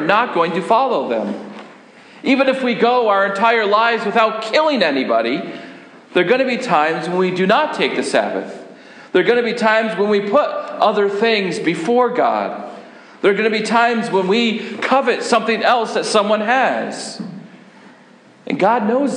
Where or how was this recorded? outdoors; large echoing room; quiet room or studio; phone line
large echoing room